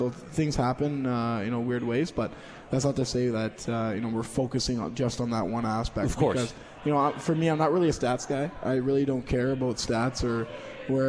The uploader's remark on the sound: At The 72 Tavern & Grill and joined on the phone.